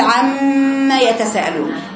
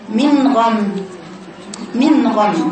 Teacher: بتفتحي العين وتجيبيها من الحلق وتقفي · Term: الغنة